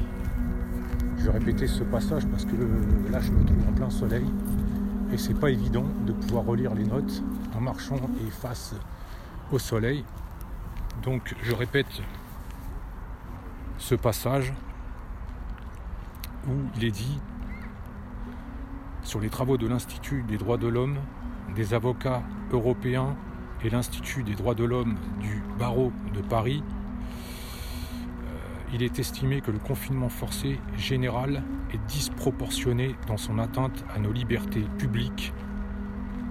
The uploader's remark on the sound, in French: Podcast partie 4 enregistré en extérieur.